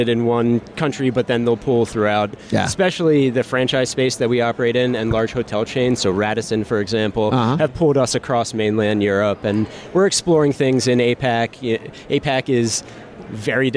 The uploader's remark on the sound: from the HR Tech Conference in Las Vegas from the Fuel50 booth